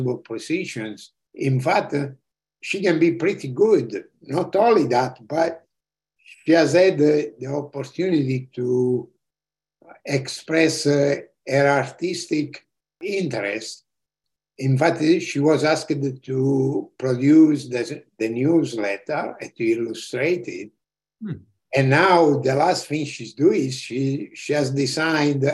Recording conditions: video call